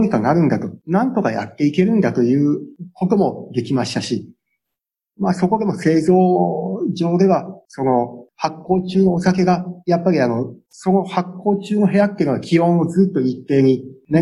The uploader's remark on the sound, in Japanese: Zoom・オンラインでインタビュー収録をしています。